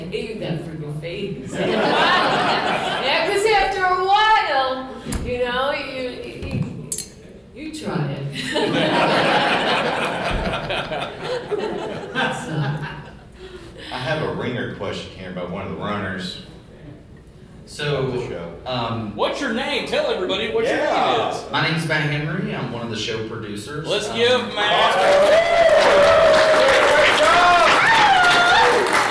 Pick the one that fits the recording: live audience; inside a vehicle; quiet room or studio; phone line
live audience